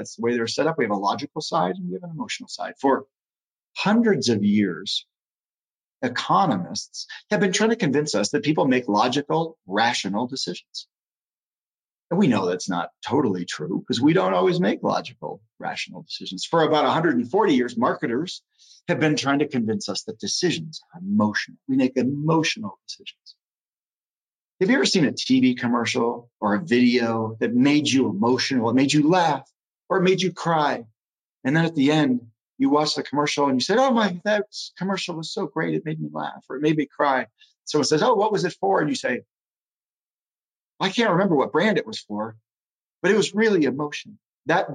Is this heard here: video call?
yes